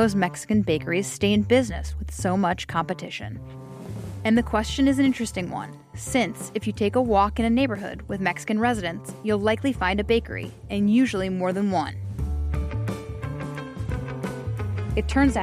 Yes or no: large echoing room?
no